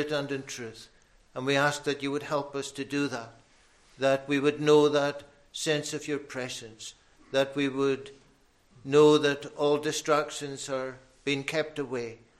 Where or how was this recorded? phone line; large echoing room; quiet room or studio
large echoing room